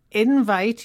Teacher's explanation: invite here is a noun with the stress on the first syllable.